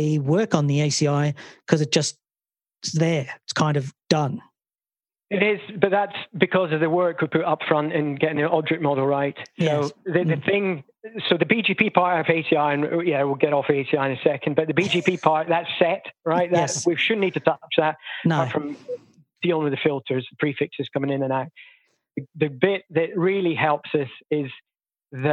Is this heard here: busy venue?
no